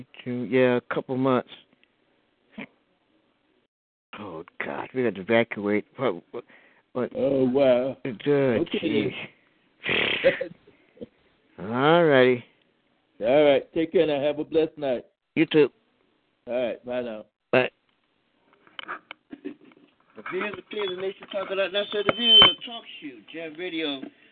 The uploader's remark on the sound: your phone calls